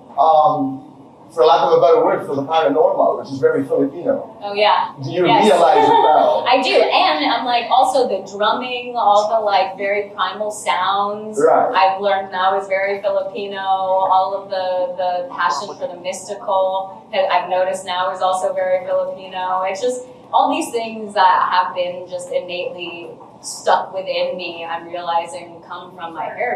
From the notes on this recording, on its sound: Manila press conference